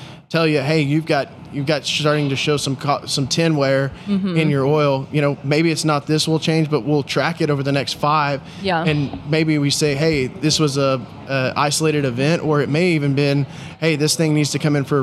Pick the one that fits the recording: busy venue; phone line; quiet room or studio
busy venue